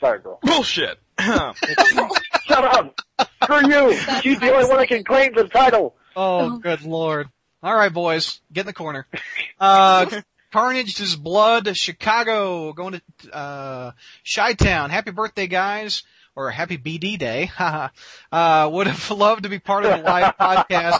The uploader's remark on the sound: We answer a few more live calls